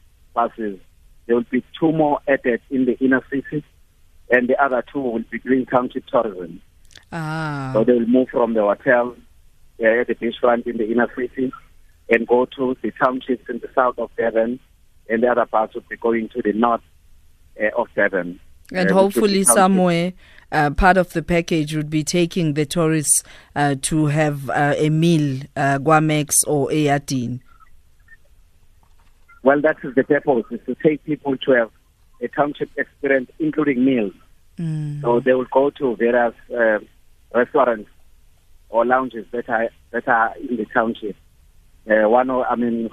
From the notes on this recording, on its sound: Guest (phone)